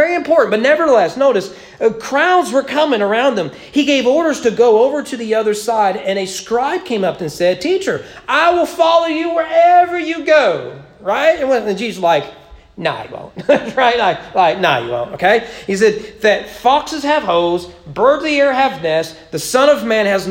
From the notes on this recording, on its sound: Sermon preached at East Frankfort Baptist Church on January 9, 2022 during morning worship.